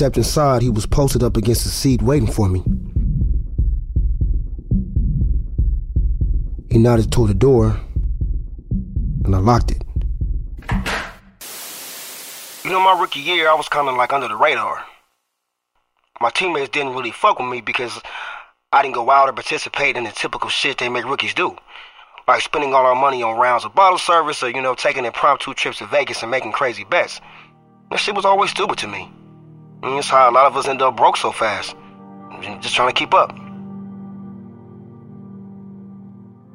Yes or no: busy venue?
no